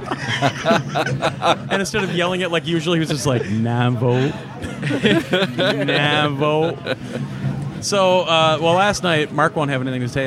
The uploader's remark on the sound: Live recording from the 2013 Midwest Gaming Classic, as we’re joined by many of the folks that made the trip to Brookfield, WI.